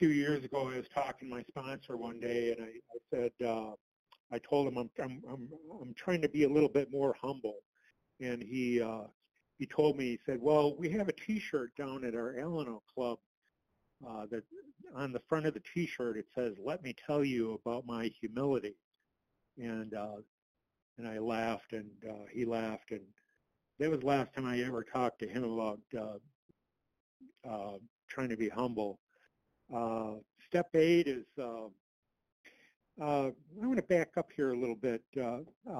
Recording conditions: phone line